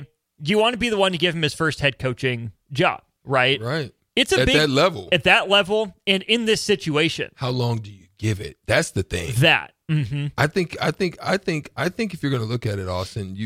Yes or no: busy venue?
no